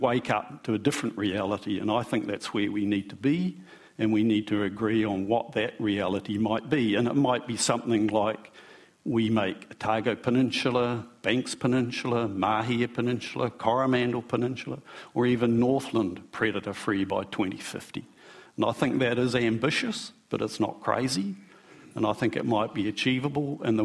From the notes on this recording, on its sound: A panel discussion. With five experts in pest biology and large scale eradication porjects.